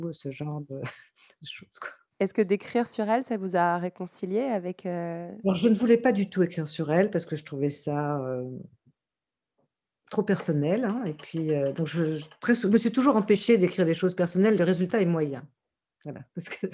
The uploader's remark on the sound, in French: Le cycle de rencontres « Parole aux savant·e·s » aurait dû avoir lieu sur la scène de son auditorium, mais bon ça s’est passé surtout sur Zoom.